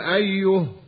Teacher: وسكنت الهاء لأجل الوقف عليها